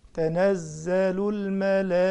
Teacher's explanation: الملائكة دي مد متصل يعني هنمد 4 حركات، فأقول تنزل الملائكة، 4 لازم 4 حركات، تنزل الملائكة والروح